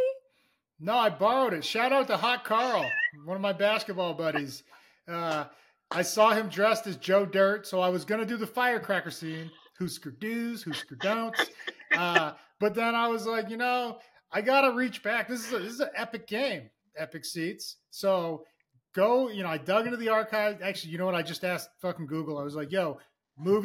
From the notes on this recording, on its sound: dealing with rough audio as we are recording away from the studio